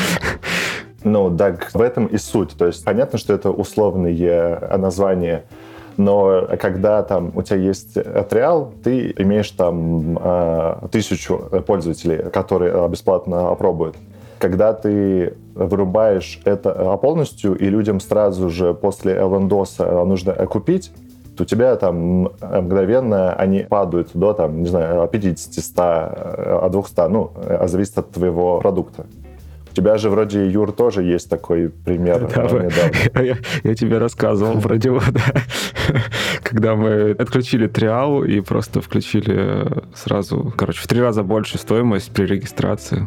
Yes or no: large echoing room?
no